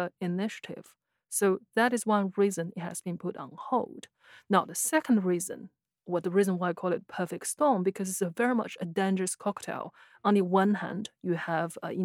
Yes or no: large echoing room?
no